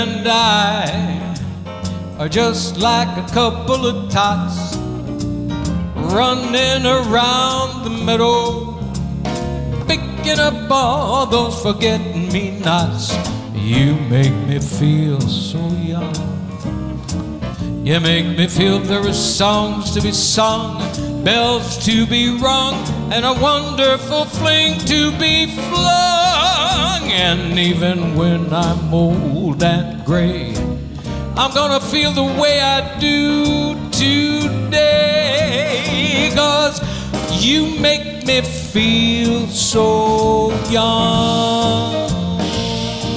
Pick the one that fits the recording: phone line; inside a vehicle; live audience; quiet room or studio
live audience